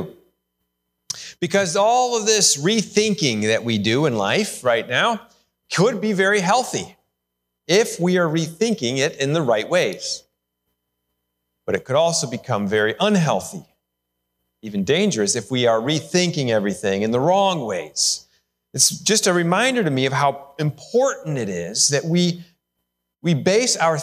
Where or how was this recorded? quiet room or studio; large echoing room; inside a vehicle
large echoing room